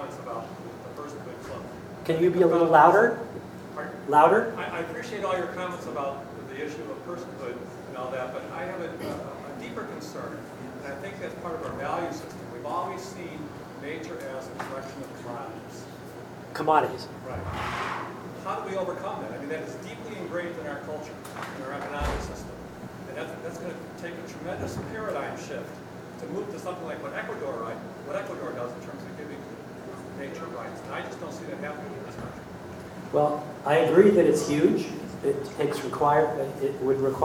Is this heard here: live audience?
yes